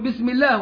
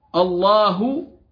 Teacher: نرقق اللام لما جاءت مكسورة بعد الإضافة · Shown in: first take · فنقول بسم الله ولا نقول باسم الله، نقول بسم الله، ترقيق اللام لورودها مكسورة.